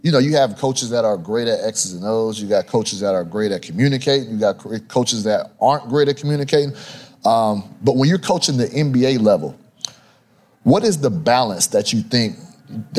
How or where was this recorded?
live audience